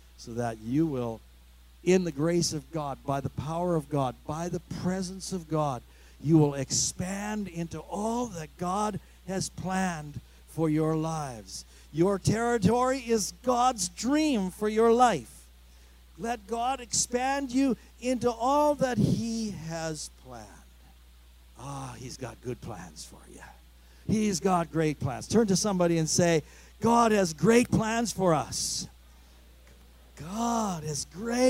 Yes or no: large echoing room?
yes